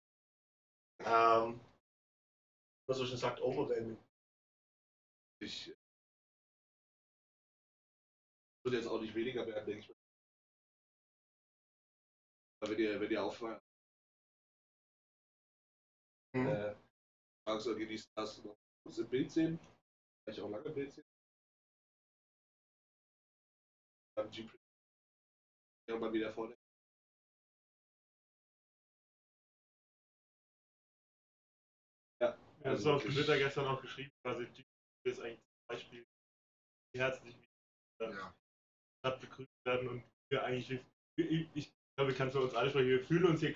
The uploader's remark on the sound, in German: Bericht aus Edmonton. Sorry für die Tonprobleme. Entschuldigt die Tonqualität und Tonausfälle.